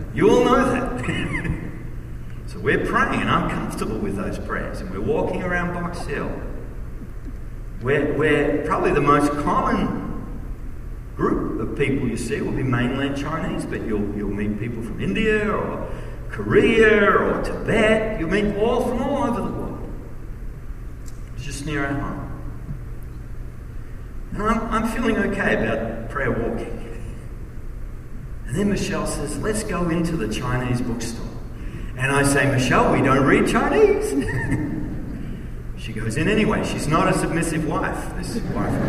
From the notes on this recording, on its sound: message at the Kingdom Impact Conference